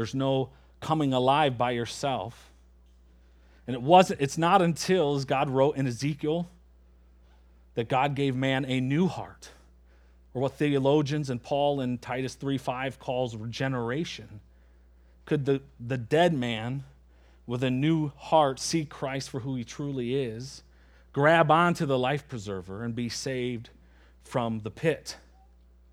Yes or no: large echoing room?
yes